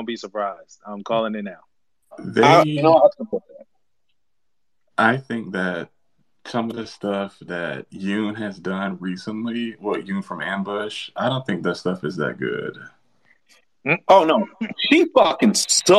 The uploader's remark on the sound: LIVE FROM TWITTER SPACES!